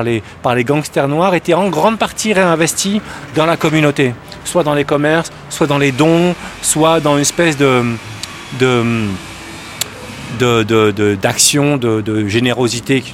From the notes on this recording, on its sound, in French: Enregistré fin février dans les rues de New-York. Balade de Brooklyn à Harlem.